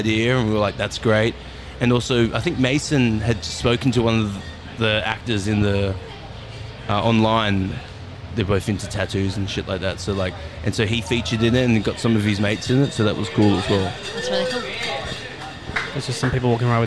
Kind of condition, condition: setting, busy venue